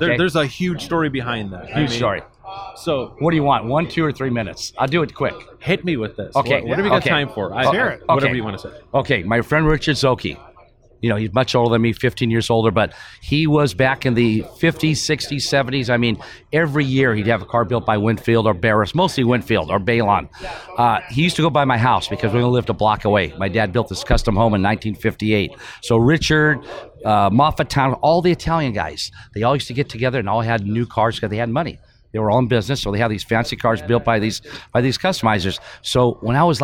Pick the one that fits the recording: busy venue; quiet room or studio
busy venue